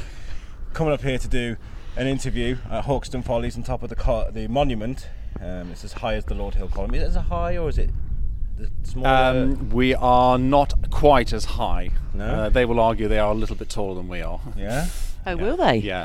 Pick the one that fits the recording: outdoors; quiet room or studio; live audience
outdoors